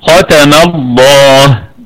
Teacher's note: لام لفظ الجلالة مفخمة لأنها مسبوقة بفتحة، والهمزة همزة وصل تثبت ابتداء وتسقط درجا.